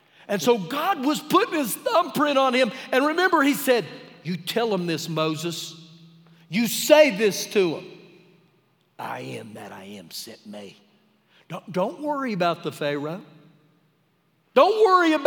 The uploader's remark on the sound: Recorded live during our Wednesday night service